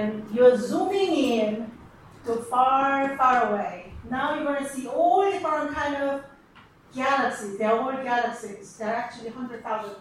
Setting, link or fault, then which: setting, live audience